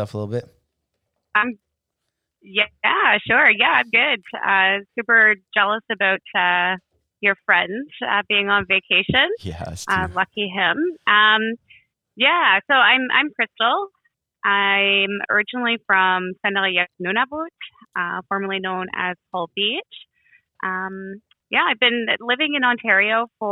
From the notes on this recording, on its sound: We're here on the phone.